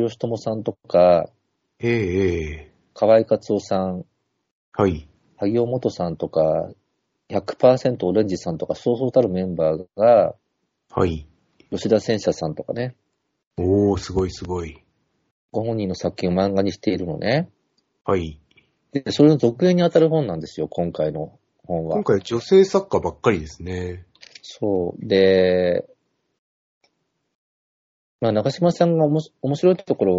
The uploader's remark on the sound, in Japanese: 12月13日スカイプにて収録